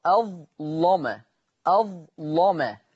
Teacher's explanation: وقرأ ورش بتغليظ اللام في أظلم، أظلم لم مش لم، لم دي كده مرققة، أنا عايز مغلظة، أظلم أظلم في الآية 114.